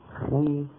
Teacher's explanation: أفخم ما يكون حرف الاستعلاء إذا كان مفتوحا، خ أقل منه بقليل إن كان مضموما، خو أقل بقليل إن كان مكسورا، خي · Term: التفخيم